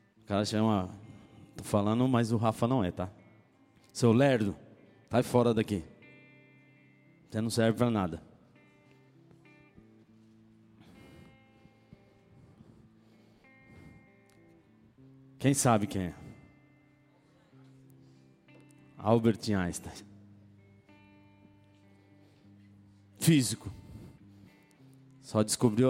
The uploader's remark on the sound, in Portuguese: Palavra gravada em 25/09/2016 na igreja Bola de Neve Ermelino Matarazzo